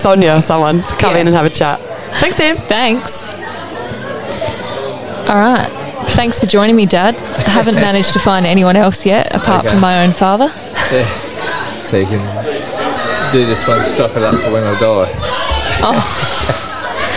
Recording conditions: background noise